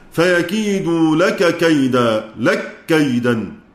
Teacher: بإدغام لك كيدا. يعني هم اتفقوا على إدغام الكاف في الكاف